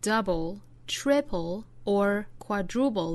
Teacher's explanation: 后面的 double, triple 和 quadruple 这些都包含 darkL